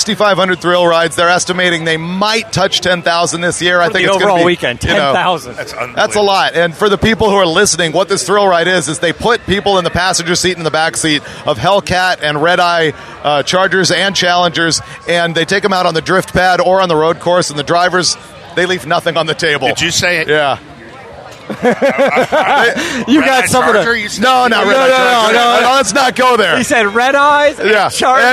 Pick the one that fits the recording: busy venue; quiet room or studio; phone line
busy venue